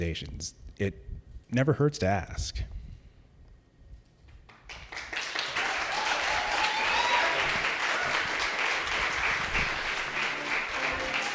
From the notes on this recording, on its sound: Live Stories from Un/pact. He originally told this story at our live event on April 26.